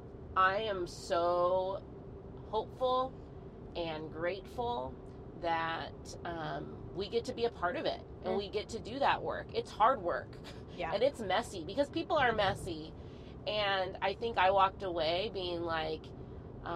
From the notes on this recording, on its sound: we invite more friends in the car to chat